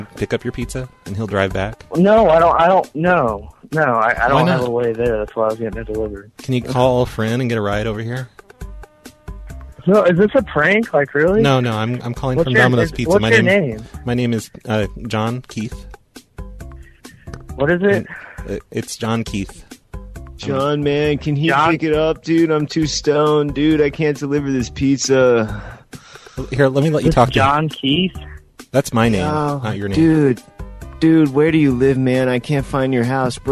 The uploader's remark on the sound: Prank Phone Calls